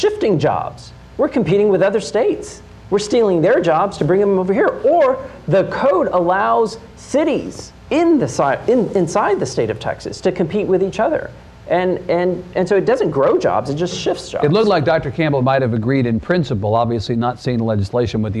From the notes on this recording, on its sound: Hot Seat conversation at Trinity University in San Antonio